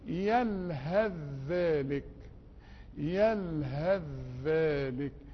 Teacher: الثاء مع الذال نقول يلهذ ذلك، يلهذ ذلك، دخلنا الثاء في الذال